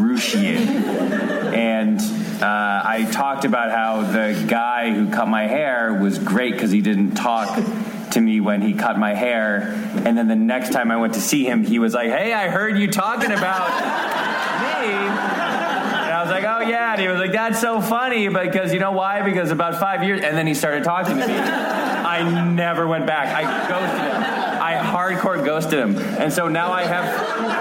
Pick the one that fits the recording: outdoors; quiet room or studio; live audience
live audience